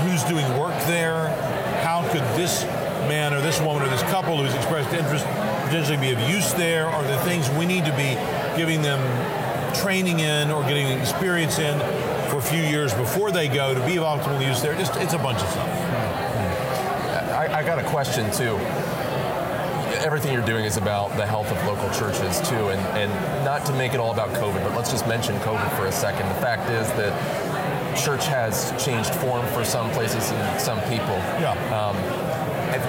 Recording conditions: busy venue